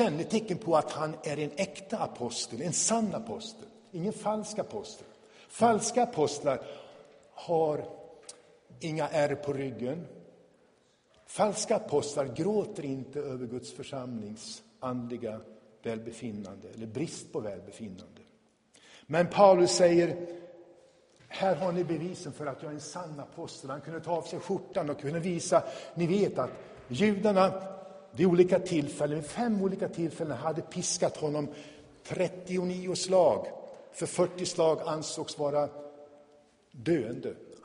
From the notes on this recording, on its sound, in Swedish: Inspelad i Tabernaklet i Göteborg 2017-05-21.